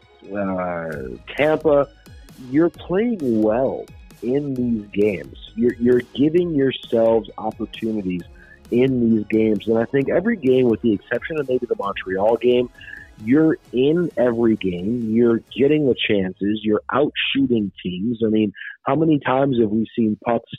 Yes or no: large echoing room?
no